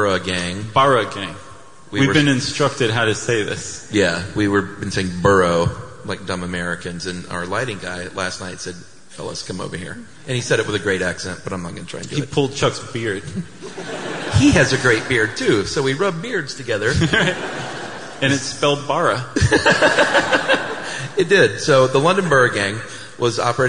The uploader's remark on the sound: Stuff You Should Know Live in London